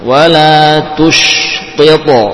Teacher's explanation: Catatan qalqalah pada huruf qaf dan to bersifat tebal